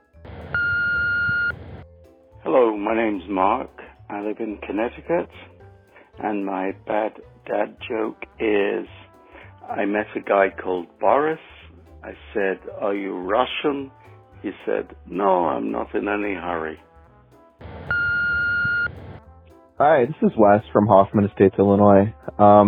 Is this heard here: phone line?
yes